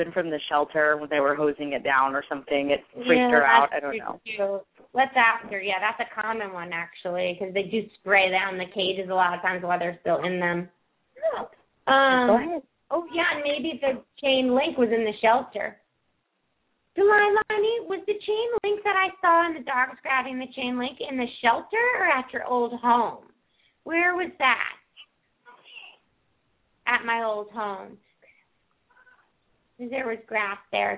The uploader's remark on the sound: open up the lines for listeners to call